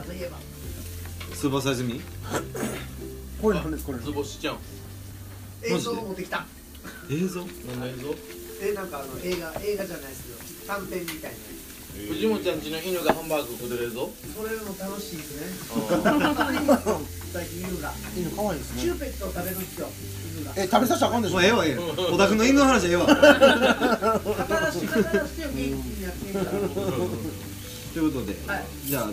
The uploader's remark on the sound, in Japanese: 神戸、SPACE DOG!RECORD(お店)より。